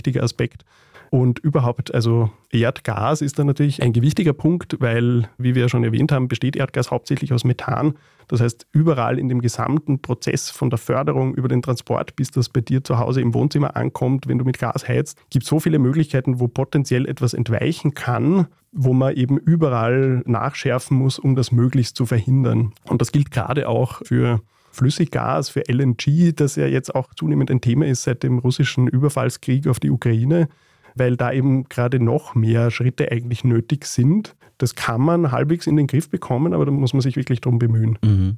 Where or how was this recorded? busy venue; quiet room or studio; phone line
quiet room or studio